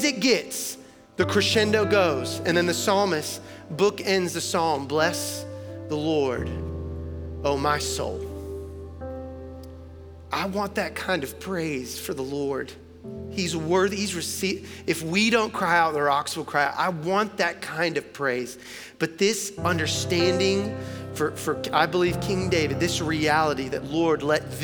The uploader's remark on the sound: Recorded live at Long Hollow Church on July 26, 2022.